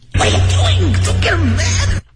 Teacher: 简直就是从嗓子眼里挤出来的声音